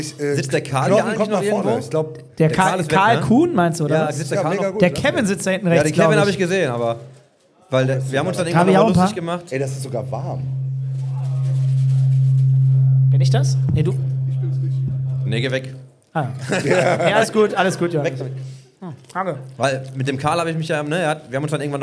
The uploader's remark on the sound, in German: Live at The Circle. Und welches Setting könnte besser sein für die Aufnahme zu diesen Themen als eine Live-Session direkt auf der B2B-LAN The Circle. Außerdem gibt es einige spannende Interaktionen mit dem Publikum bei The Circle.